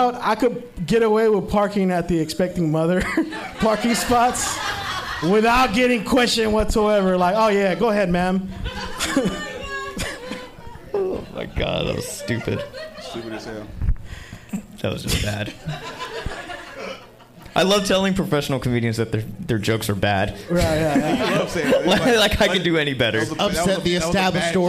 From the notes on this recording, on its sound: Live from the Factory Bar.